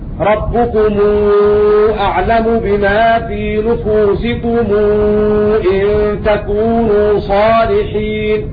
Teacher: يصل ميم الجمع إذا وقعت قبل همزة قطع